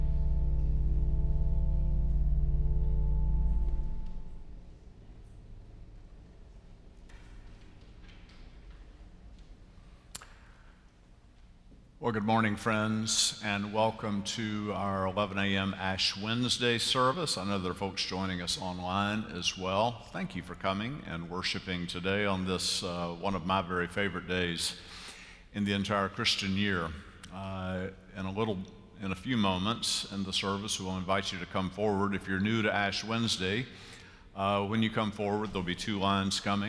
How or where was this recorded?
large echoing room